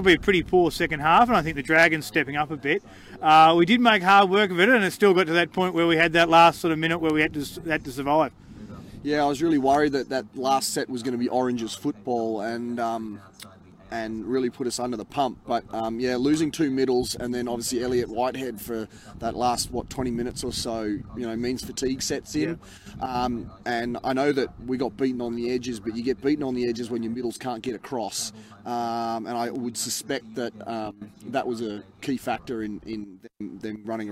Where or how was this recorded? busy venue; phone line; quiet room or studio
busy venue